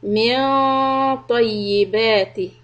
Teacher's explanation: So noon will be إخفاء. Raise the back part of the tongue to make it ready for letter طا. · Term: ikhfa